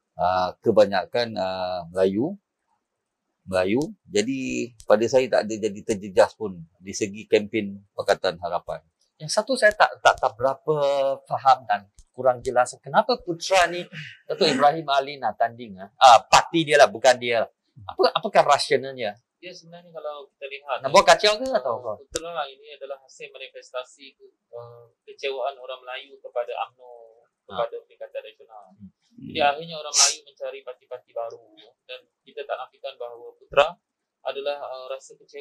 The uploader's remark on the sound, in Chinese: 本集访谈为现场录音，收音效果不佳，收听时造成任何不适，敬请原谅。